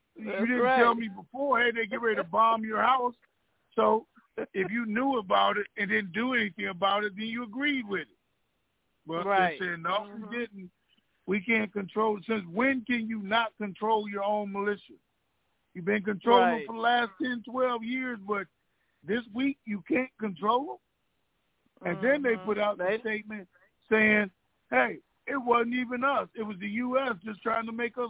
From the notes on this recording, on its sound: TNTSuperfantastic Conference Call.